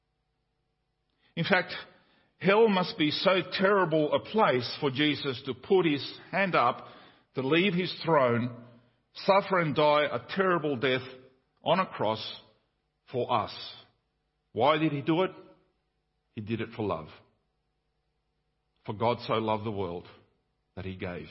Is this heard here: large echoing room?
yes